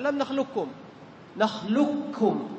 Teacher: خلاص بعد اللام تنطق بكاف مشددة، ذهبت القاف تماما، إدغام كامل